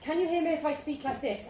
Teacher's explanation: I'm slightly breathy, but as I get going, my voice will come in.